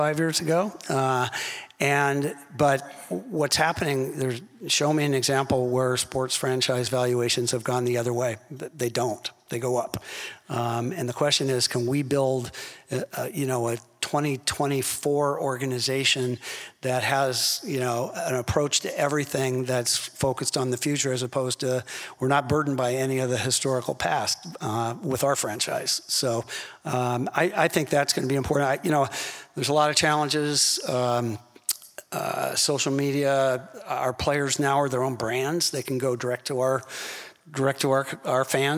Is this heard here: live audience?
yes